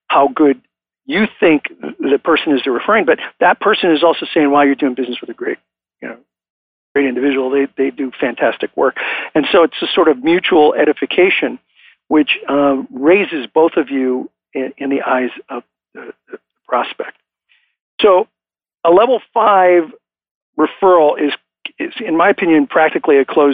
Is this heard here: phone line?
yes